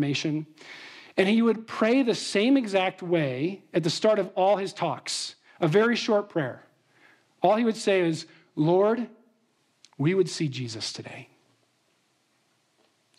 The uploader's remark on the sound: Trinity Anglican Church • Littleton, Colorado